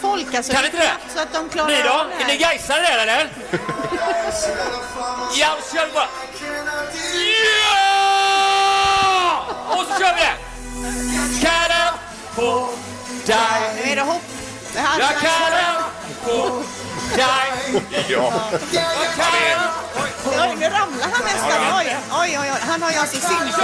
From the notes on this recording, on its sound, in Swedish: Vi sänder live från poolkanten på Sankt Jörgen